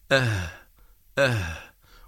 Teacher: الحرف الثاني حرف الهاء، والهاء تخرج من أقصى الحلق باهتزاز الوترين وعدم انقفالهما، لكن بقربهما من بعضهما، فنقول أه أه، وهنا لابد من تقارب الوترين.